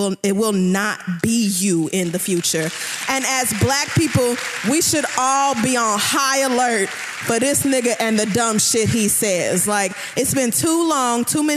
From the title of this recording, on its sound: The Read Live! Washington D.C.